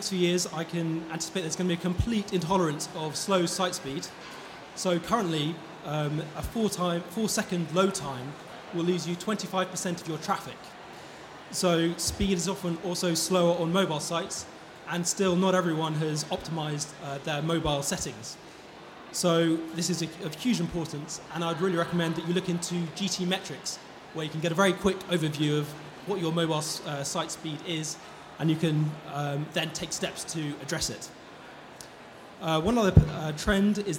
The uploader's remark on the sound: Expo East 2018 discussion panel